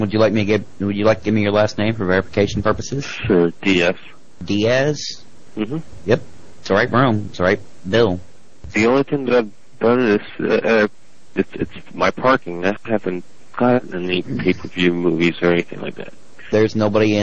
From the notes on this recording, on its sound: Prank Phone Calls